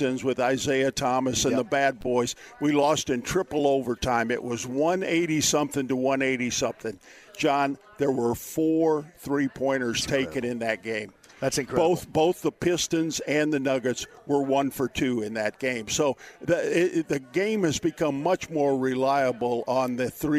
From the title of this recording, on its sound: Live From Horshoe Indianapolis